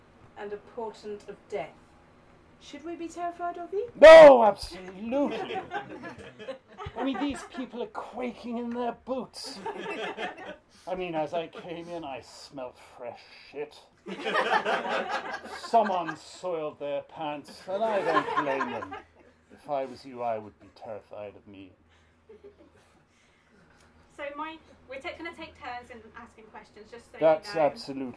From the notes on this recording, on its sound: Just a little warning that this is a live recording so has some background noise.